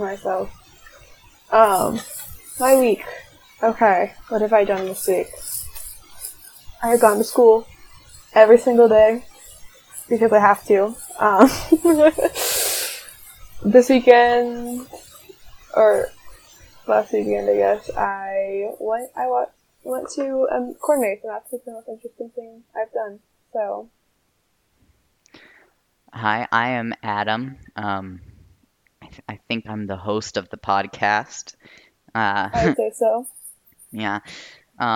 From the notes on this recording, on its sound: Since it's new the audio is a little rough.